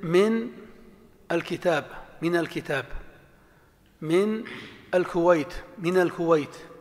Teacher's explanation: ما تقول من الكويت، لا، من الكويت، من بعدها ال يتخلص من ساكنها الأول بالفتح